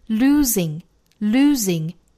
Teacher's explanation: losing 这个词中间的这个 s 要读成 z,浊辅音震动感